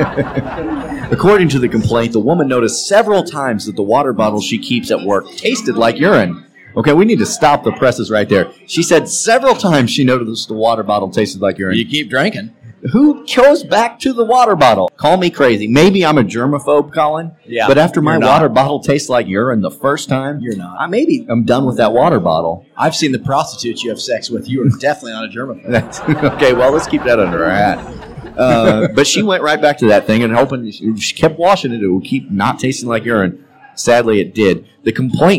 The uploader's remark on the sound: From Game Six Honky Tonk in downtown St. Louis, the Mizzodcast takes to the road for its first live show.